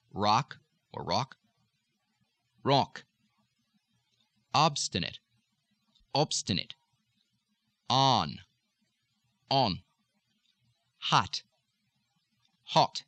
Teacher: very similar to the English oh, oh, oh, with the lips slightly rounded. Still, a slight little nasal focus here. · Term: short O